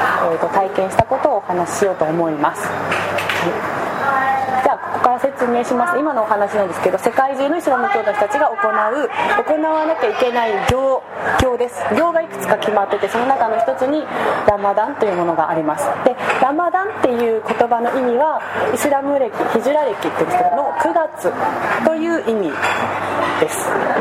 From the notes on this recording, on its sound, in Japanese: 飲食店での収録のため雑音が多くなっております。